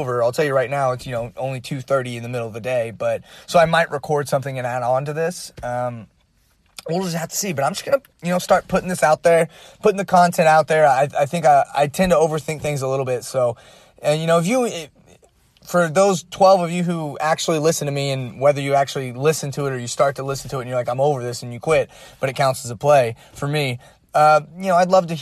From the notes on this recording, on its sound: The audio quality of this one is not that great due to the fact I was on the road.